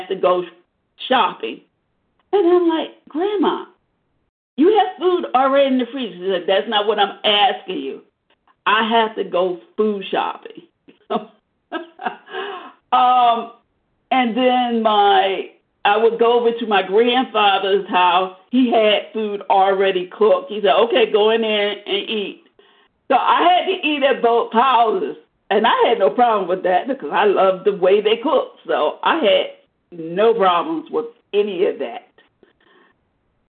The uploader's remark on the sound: 100 Pounders Phone Meeting